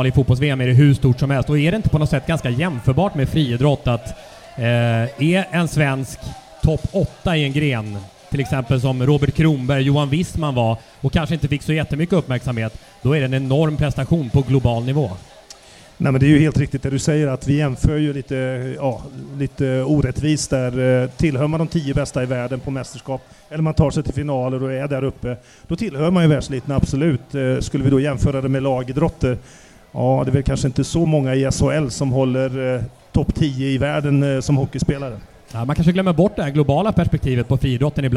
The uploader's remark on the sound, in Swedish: Inspelning inför publik i samband med friidrottsgalan i Karlstad.